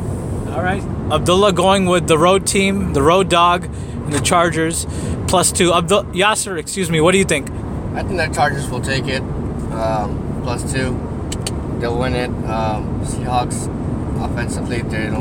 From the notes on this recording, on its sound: Live in the car in route to the Bay Area.